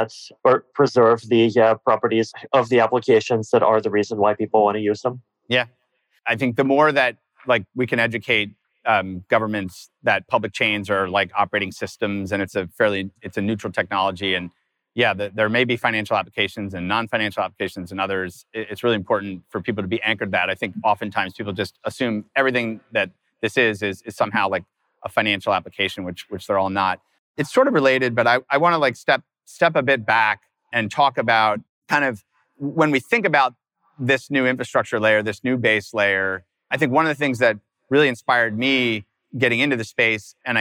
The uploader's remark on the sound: recorded this past September in San Francisco at Converge22, Circle’s inaugural ecosystem summit